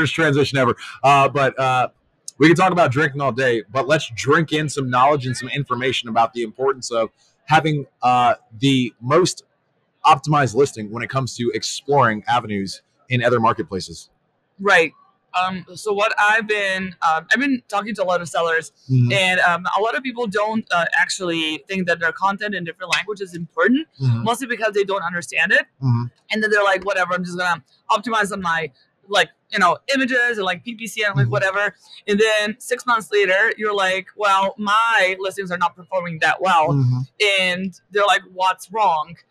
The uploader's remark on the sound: Live at Prosper 2022